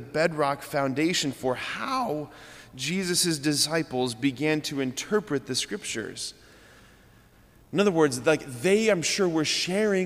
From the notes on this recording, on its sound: preached this homily on July 19, 2023 at Sacred Heart of Jesus Catholic Church in Wadsworth, OH